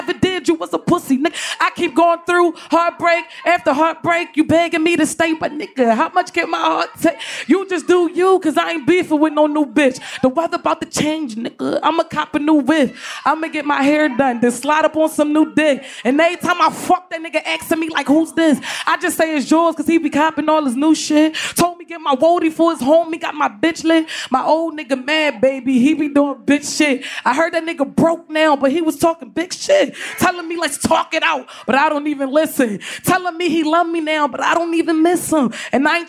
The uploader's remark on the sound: Shoutout to everyone who made it out to see us at this years Roots Picnic in Philadelphia! An amazing live episode. Brought some fans on stage to teach them some riding lessons.